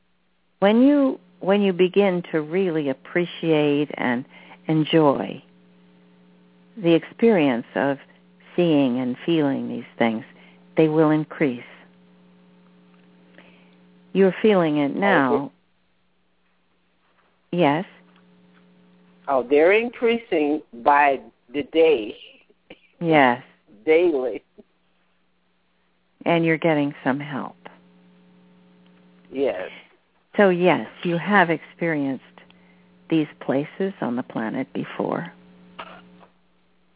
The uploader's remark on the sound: She will do a channeling session live so that callers can hear from our Teachers and Guides, and call in and speak with the Ascended Masters. This radio show. Personal responses to callers during the special call-in segment.